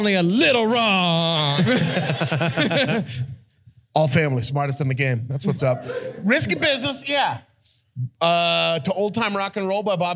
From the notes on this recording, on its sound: This was recorded live in Los Angeles at Mid City Arts Center.